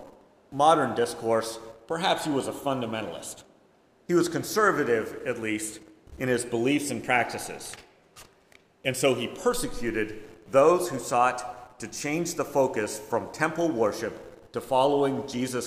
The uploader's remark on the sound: Preached at First Presbyterian Church of Rolla on October 2, 2022